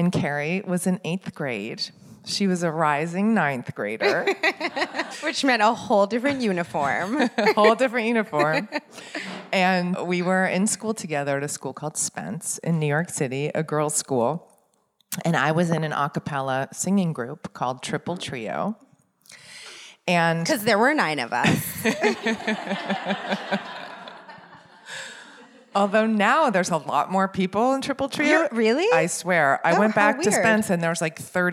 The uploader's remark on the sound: In front of a live audience.